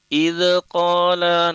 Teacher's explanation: Dan kadang-kadang juga kalau ada kalimat idh qala terlafazkan pada saat membacanya idh qala, nah itu dzal tidak boleh dipantulkan ya · Term: tawallud